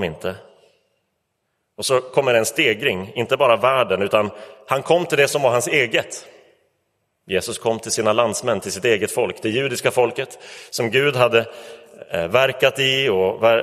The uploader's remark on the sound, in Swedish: Inspelad i Roseniuskyrkan.